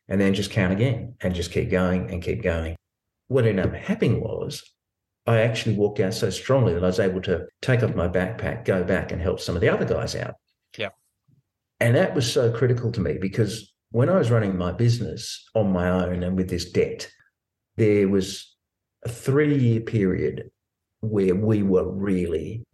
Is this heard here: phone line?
no